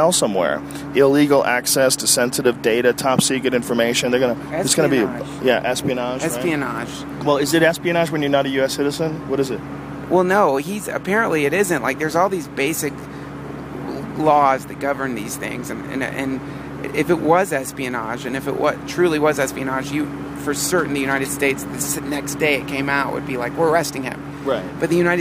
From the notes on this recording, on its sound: A special edition of the podcast recorded live from an airplane.